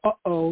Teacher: In the word Hawaii has it between the two I's, so it's Hawaii, you know, a little stop after the first vowel · Term: that little stop